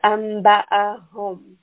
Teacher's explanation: we want the ha coming from the lower throat.